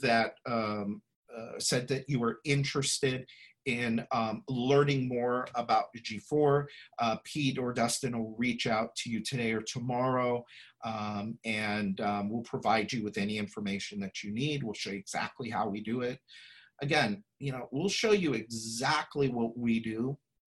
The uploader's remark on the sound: Listen to this replay of the LIVE webinar